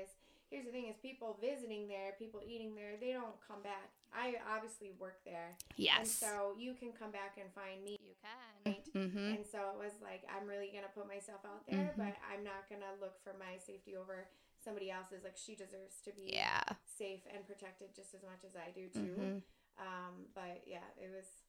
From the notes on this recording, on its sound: For the first time in a long time I messed up and forgot a step while we were recording. I did my best to make the audio work.